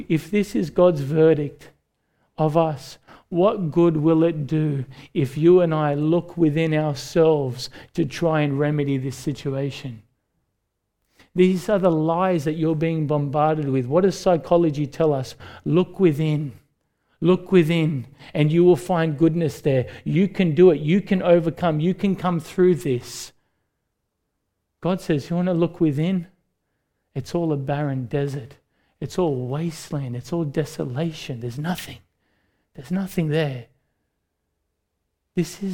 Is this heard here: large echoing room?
yes